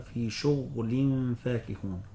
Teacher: قرأ ابن كثير بإسكان الغين في شغل